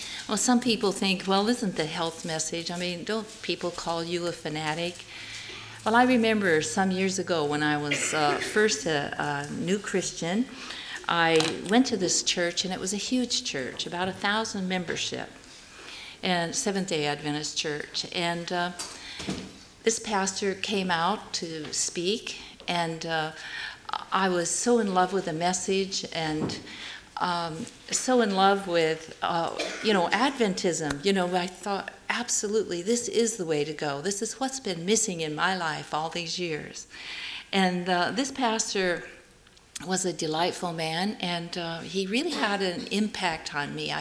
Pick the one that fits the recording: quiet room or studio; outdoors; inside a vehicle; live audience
live audience